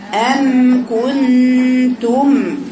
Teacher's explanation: من الشفتين، بس لازم تقولي بضم الشفتين بانطباق الشفتين. الباء والباء يكون ضمها أقوى لما انطباقهم إيه أقوى.